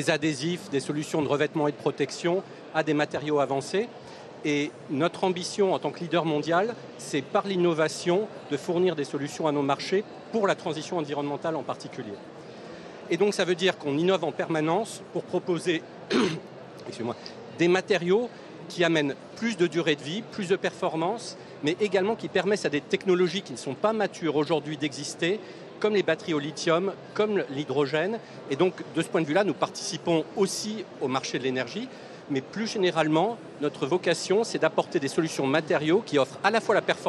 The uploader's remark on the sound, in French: Émission spéciale en direct du BIG, le plus grand rassemblement business d’Europe.